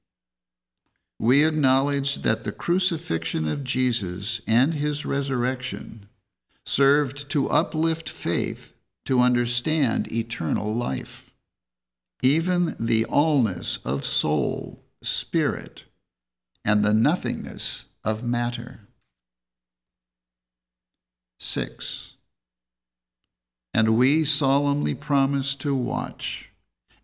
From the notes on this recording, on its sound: The Sunday service audio